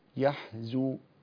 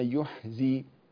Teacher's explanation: ولا يحزنك، هذه كلمة فرشية تختلف عن رواية حفص التي يفتحها، يفتح الياء فيقول يا، ويضم الزاي يقول زو · Shown in: first take